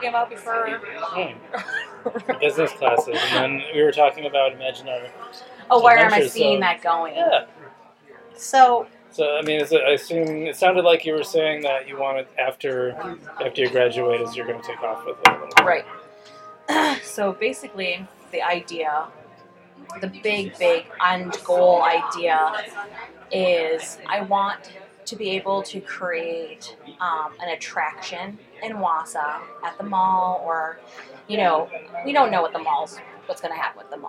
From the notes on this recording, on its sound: Live at Daly's